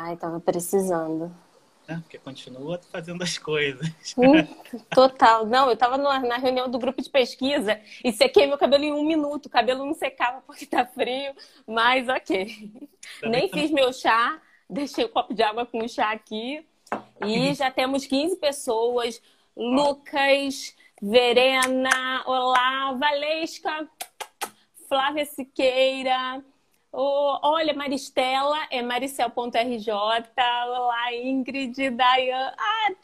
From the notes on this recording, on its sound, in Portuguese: Esse episódio é referente a live do Instagram, realizada em 26/8/2020